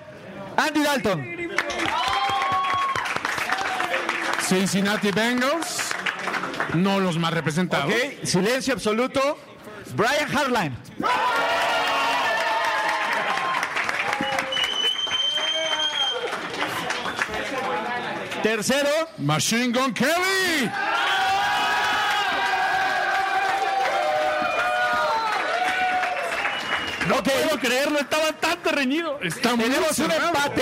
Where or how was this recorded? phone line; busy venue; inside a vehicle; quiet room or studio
busy venue